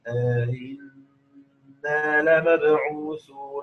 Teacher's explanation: يقرأ بهمزتين، والثانية منهما مسهلة، تمام مع الإدخال.